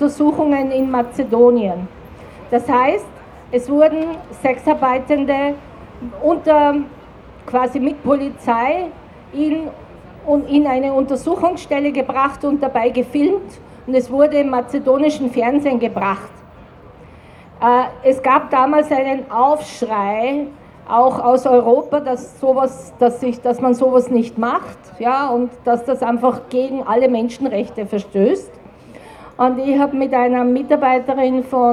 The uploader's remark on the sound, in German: O-Ton] LEFÖ-Kundgebung am internationalen Hurentag 2. Juni 2023 in Wien